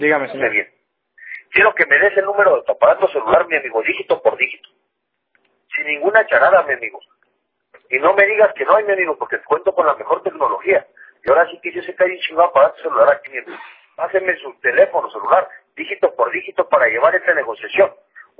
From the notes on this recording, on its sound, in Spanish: Un intento de extorsión telefónica. Me enviaron esta grabación de un intento de extorsión a una chica y a su hermano.